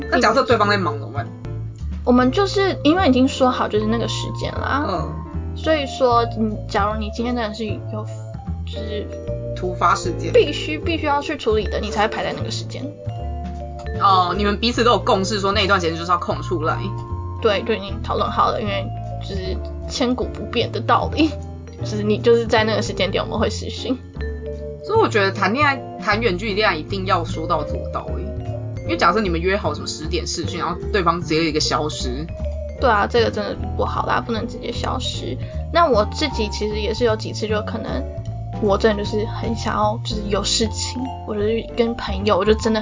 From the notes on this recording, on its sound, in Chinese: 本集收音狀況欠佳，偶爾有車子經過聲音。